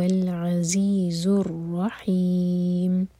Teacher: را پر فتح ہے تو ہیوی رحیم ہا حلق سے اور میم کو ساکن کر کے رک رہے ہیں تو ہی چار حرکہ لمبا ہوگا یہ مد عارض سکون